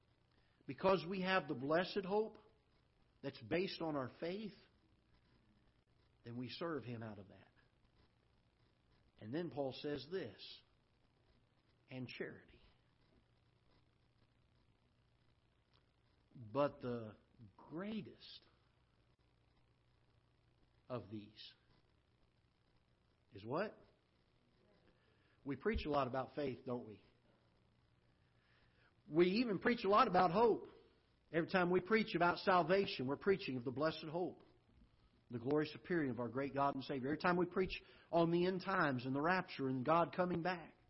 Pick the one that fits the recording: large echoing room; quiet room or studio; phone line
large echoing room